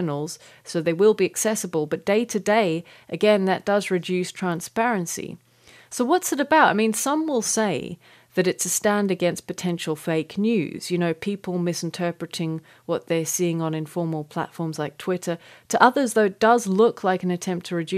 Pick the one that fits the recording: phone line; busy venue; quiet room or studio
quiet room or studio